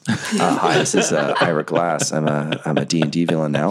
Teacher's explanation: Just throw some extra vocal fry and hipster disillusionment on there, and I got myself an Ira Glass.